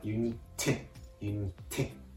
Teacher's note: 多少てのところを強く発音してあげるとフランス語の発音になります